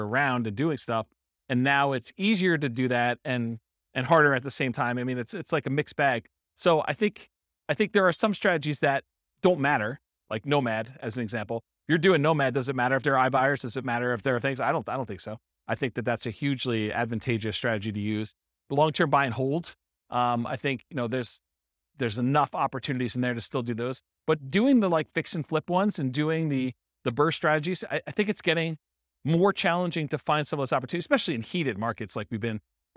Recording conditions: live audience